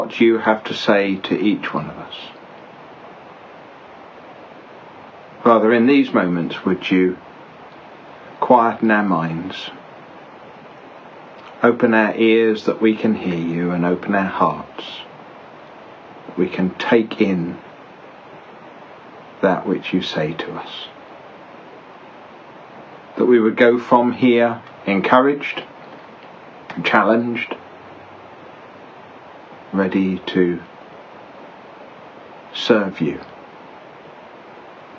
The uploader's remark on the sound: Each week, on a Sunday evening, I livestream a short meditation on the Psalms in the Bible. The livestream takes place from various locations, often with other ambient noise in the background.